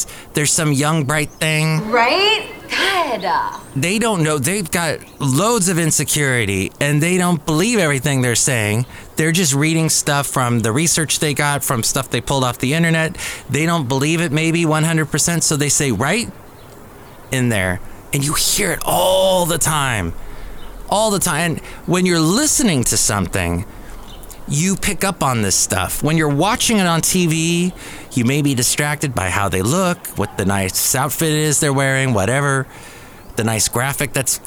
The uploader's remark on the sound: podcasts live from Café Anyway